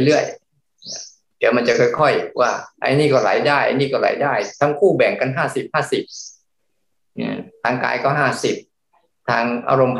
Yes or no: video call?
yes